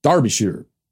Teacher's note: the name of this county is pronounced Derbyshire, with the emphasis on the first syllable